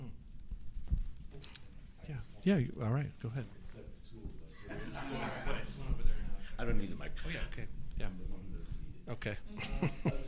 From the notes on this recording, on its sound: Offscript: Live! Live at the Lark.